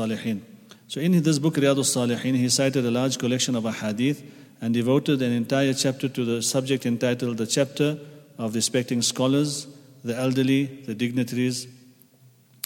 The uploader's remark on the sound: At the Houghton Masjid (West Street).